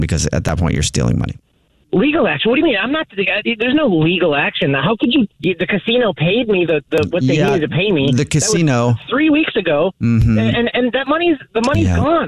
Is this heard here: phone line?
yes